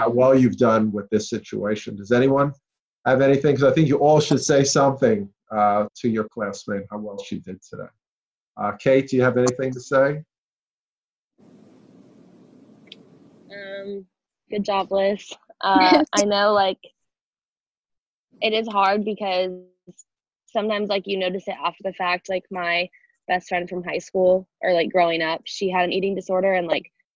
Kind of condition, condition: link, video call